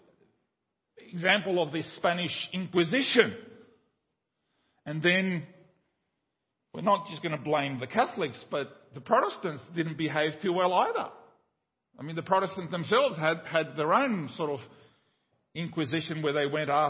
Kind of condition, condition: setting, large echoing room